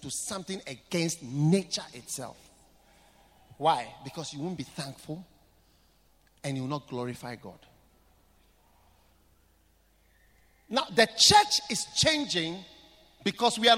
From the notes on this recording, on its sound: Preached at the Qodesh